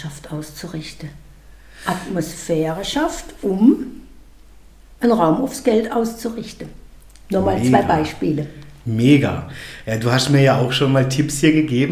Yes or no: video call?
no